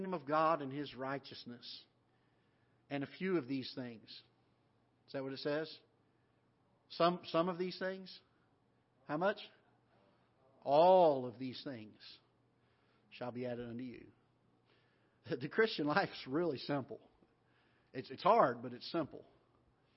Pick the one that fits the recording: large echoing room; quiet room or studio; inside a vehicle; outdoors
large echoing room